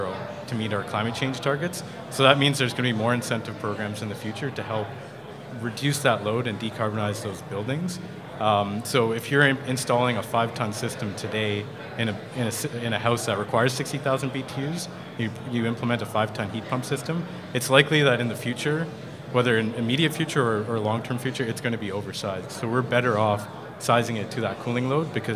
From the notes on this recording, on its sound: Live At The Heat Pump Symposium. Live at HRAI's first Heat Pump Symposium.